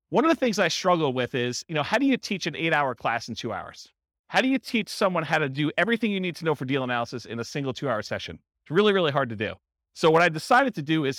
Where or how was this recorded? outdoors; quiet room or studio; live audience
live audience